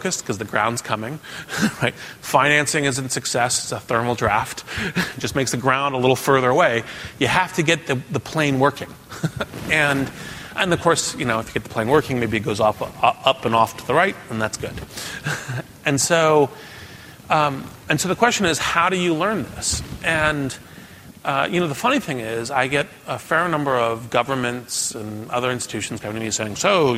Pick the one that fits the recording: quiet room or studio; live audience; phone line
live audience